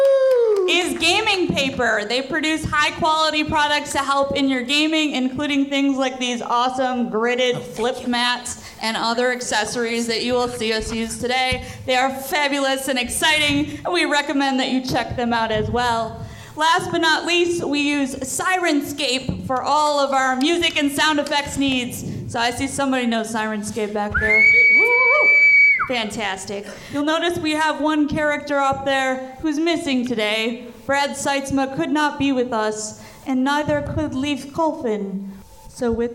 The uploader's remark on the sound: This episode was recorded live at Grand Rapids Comic-Con. Music and Sound F/X by Syrinscape.